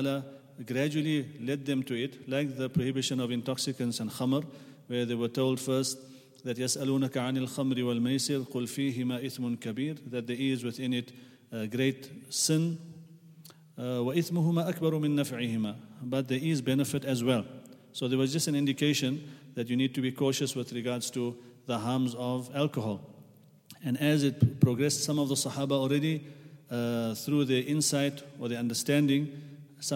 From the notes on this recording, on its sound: at the Houghton Masjid (West Street)